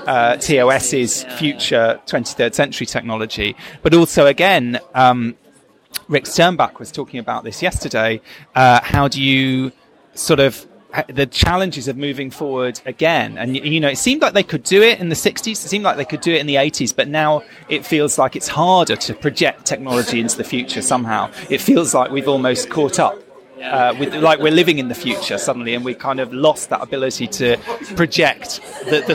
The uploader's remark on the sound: In this special episode of Primitive Culture, recorded live at the Destination Star Trek convention in Birmingham, England